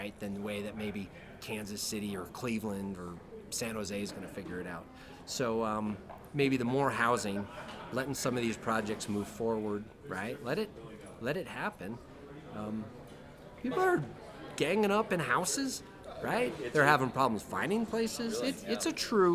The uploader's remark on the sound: Speaks with presenters and special guests at the Northern Nevada Opportunity Zone Summit in Reno, NV.